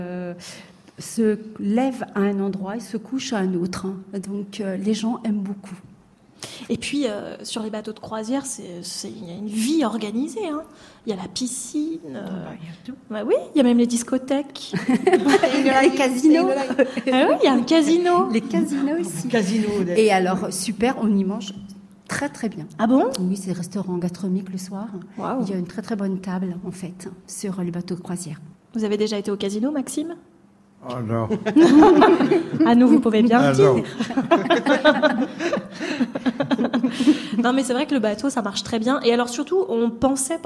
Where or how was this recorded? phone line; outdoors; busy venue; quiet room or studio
busy venue